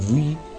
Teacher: la W no la pronuncia como una U, como nosotros estamos acostumbrados, sino como una vi, en lugar de decir we, nosotros dicen vi, ¿no?